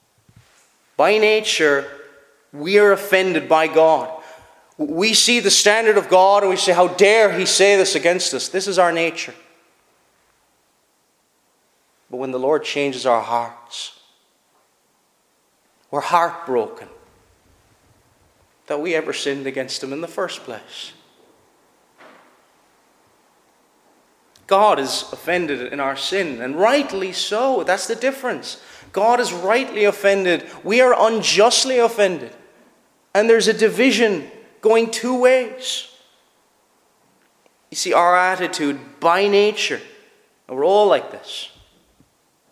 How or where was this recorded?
large echoing room